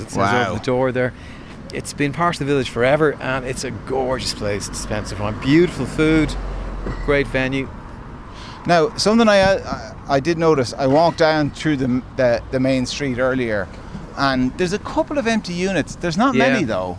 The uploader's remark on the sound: As part of Newstalk's Summer Tour, The Hard Shoulder was LIVE from the Queen's Bar in Dalkey.